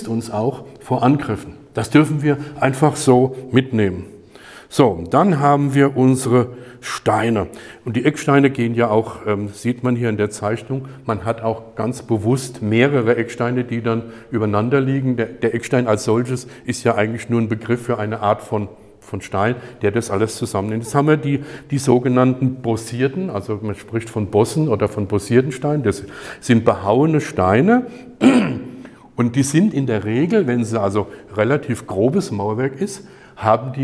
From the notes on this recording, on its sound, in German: Die Predigt wurde bei der Aufnahme der StartUp-Kirche Worms in die örtliche Arbeitsgemeinschaft Christlicher Kirchen gehalten.